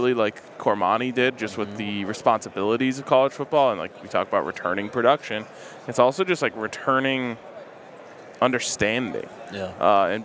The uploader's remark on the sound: live from Radio Row in Las Vegas.